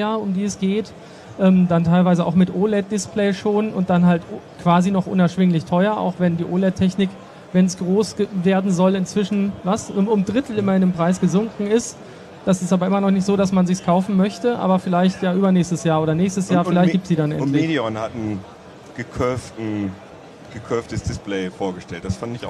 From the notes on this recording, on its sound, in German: Der Podcast wurde erstmals live ausgestrahlt - außerdem ging er zum ersten Mal nicht im Redaktionskeller über die Bühne, sondern mitten auf der IFA. Über den Heise-Messestand.